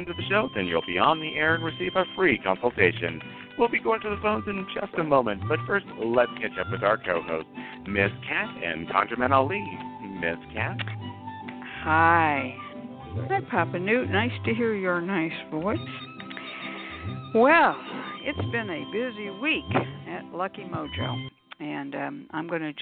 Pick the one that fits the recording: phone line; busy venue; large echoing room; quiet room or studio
phone line